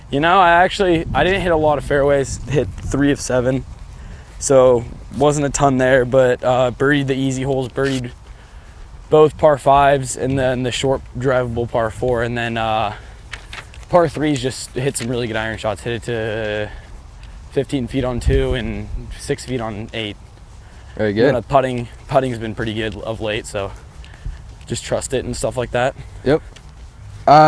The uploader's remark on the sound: we stepped outside to the par 5 first at the Phoenix Country Club